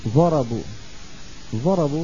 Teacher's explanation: فينطقون الضاد مثل الظاء